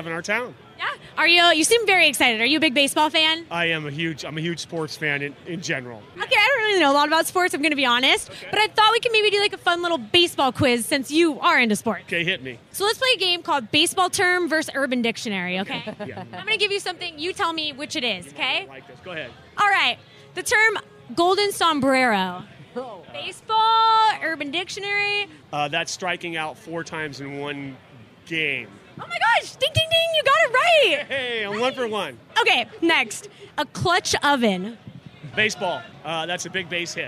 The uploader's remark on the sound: Whatcha Doin' at the MLB All Star Game? Stayed right outside to interview the fans!